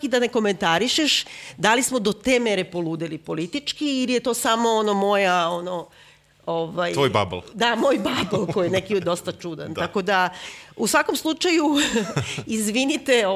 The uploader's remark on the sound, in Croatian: koju smo snimali uživo pred publikom od skoro osamdeset ljudi